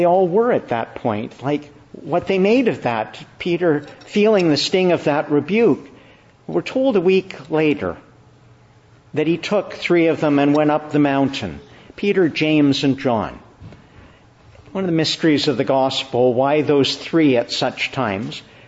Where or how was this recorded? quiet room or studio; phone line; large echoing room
large echoing room